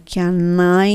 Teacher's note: n の時には歯の裏にベロ1回当ててねのまま I の A につながるので can I になるんですね